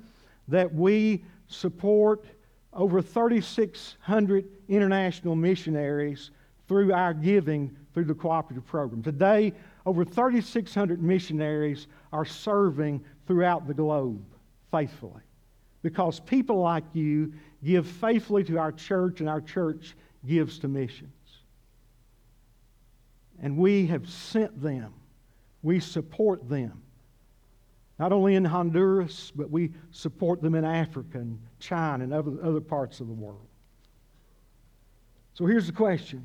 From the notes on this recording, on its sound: This sermon was originally preached at CCC